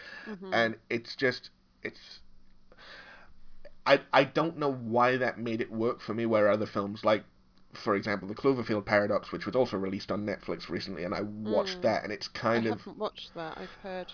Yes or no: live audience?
no